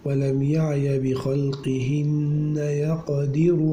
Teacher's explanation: يعقوب بالياء بدل الباء، وأسكن القاف وحذف الألف وضم الراء